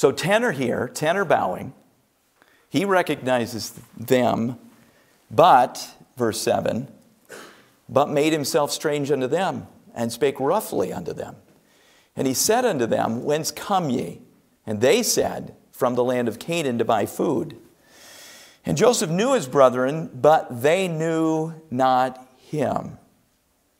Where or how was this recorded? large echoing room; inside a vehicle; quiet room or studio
large echoing room